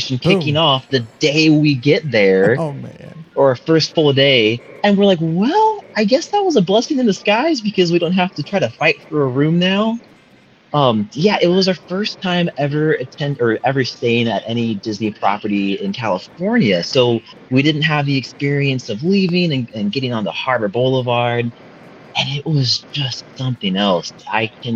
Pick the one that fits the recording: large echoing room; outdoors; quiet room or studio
outdoors